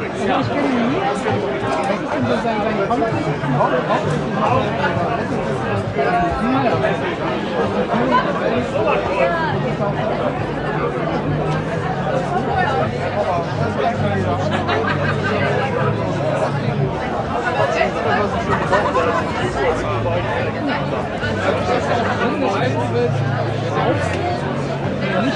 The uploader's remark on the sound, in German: (mit Audiostörung). Live vom Beach Beach Festival.